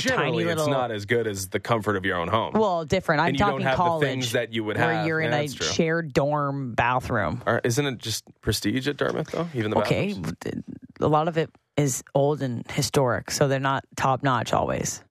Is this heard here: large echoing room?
no